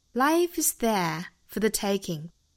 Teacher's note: is there for thetaking。there 这个词我们注意 th 要咬舌，之后呢发成一个 air air 的双元音，这是英音读法。life is there for thetaking。 for 和 the 弱读，for 弱读成 f